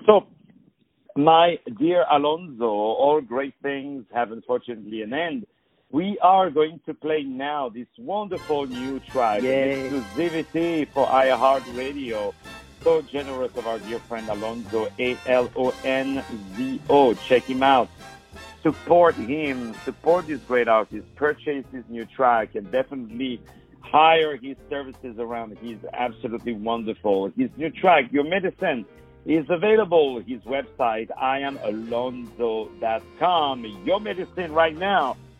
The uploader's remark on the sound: On the phone